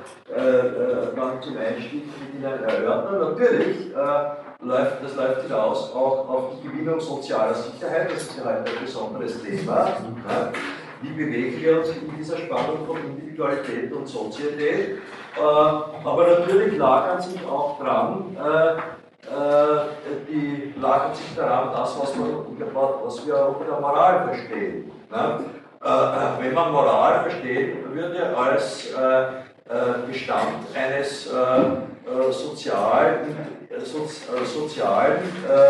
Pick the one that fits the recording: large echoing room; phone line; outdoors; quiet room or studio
large echoing room